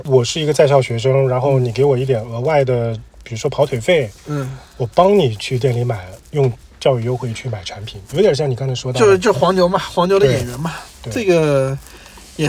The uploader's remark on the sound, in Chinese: 这期开荒播客是在路边的车厢录制，恰逢咽炎鼻炎，可能收听体验不太好。